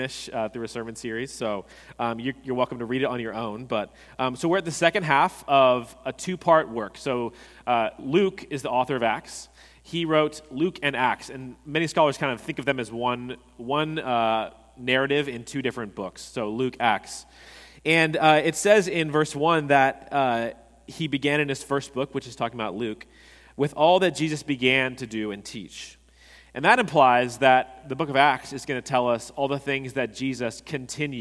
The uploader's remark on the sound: At Redeemer Presbyterian Church in Charleston, SC, we enjoyed a sermon